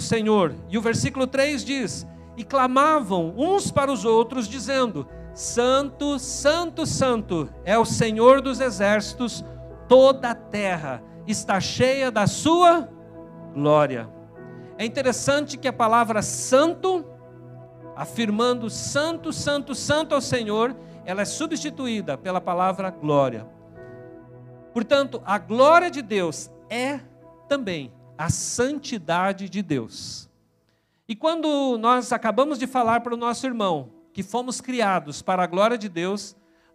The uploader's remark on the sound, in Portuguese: na Igreja ABA Curitiba (Transmitido ao vivo)